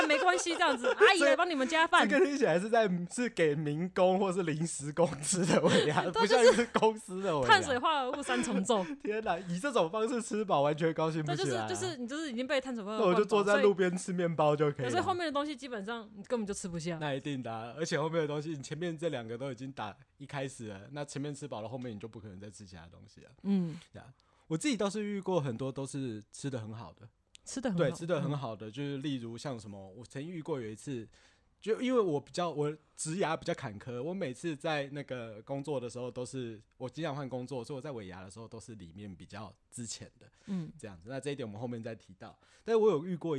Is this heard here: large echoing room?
no